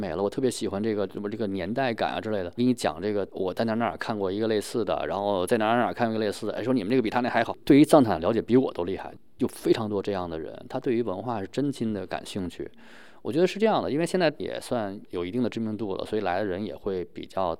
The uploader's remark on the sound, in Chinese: 非常有幸能在 2024未来商业创想秀 的现场，采访到了松赞集团总顾问兼首席战略官。